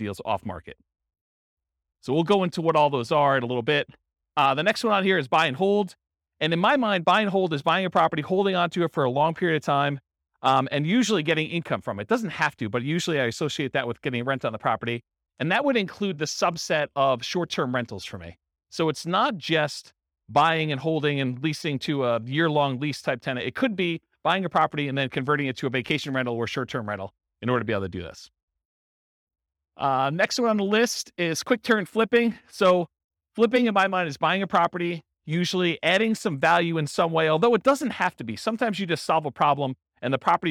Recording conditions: live audience